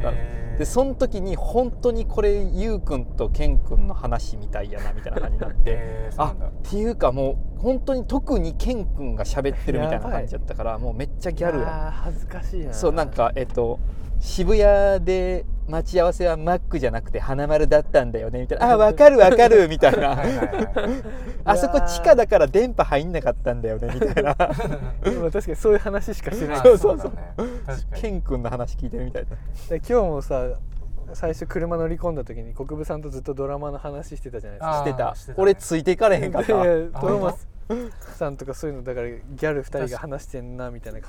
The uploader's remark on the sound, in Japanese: POPEYE Webチームが取材の移動中に録音した車中ミニトーク編。